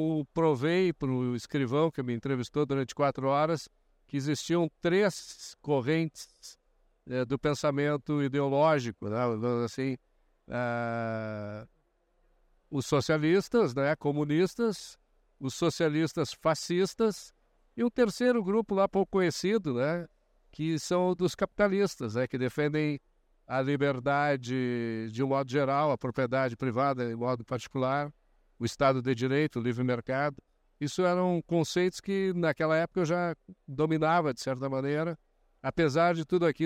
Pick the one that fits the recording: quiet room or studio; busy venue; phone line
busy venue